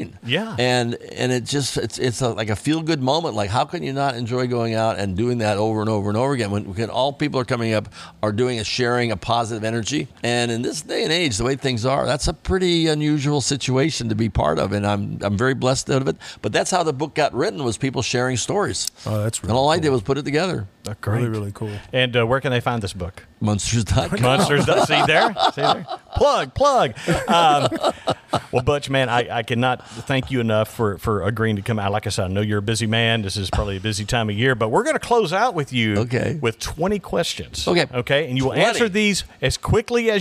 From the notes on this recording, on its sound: This episode was recorded at Flashback Pinball Arcade.